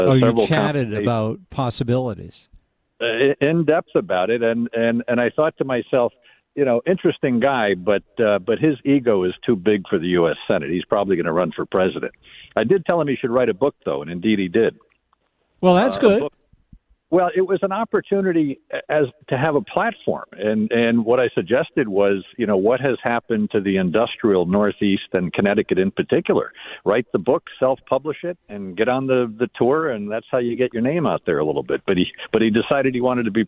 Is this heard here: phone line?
yes